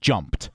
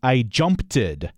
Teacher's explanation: It has that P sound at the end. So the ED sounds like a T · Shown in: first take